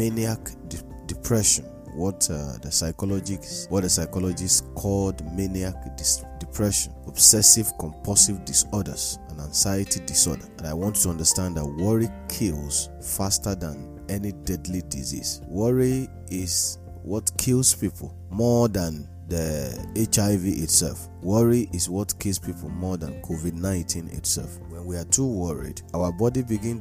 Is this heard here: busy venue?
no